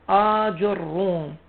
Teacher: الألف ممدودة، الجيم مضمومة، والراء مشددة ومضمومة